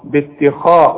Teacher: ما تقولش باتخاذكم، لا باتخاذ، رقق التاء فخم الخاء باتخاذ، وطلع لسانك زي ما انت عارف في الذال.